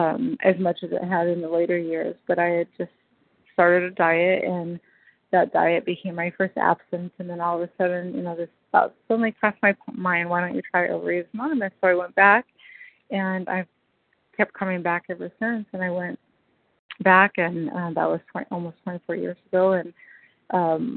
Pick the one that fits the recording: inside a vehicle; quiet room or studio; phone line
phone line